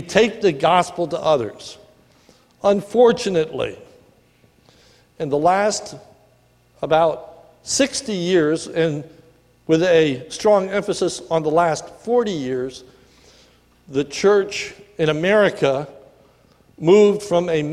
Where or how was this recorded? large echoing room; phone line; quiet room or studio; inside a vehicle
large echoing room